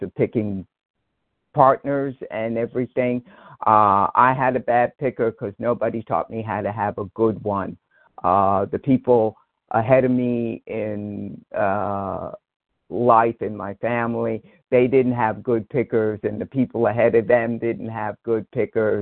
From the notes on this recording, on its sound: from the 100 Pounders Phone Meeting